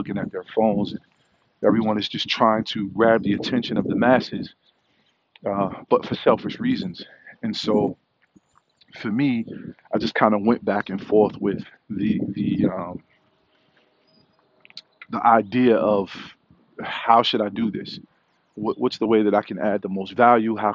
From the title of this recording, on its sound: Walk & Talk